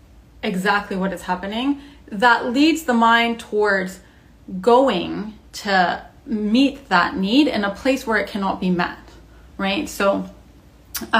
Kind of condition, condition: fault, phone or laptop microphone